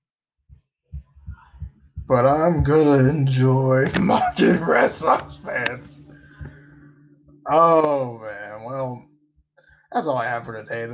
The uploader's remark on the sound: I apologize for the audio, recorded this in a rush, and on my laptop.